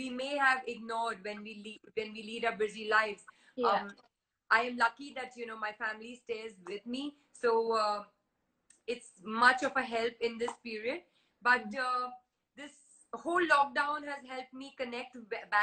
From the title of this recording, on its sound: Instagram Live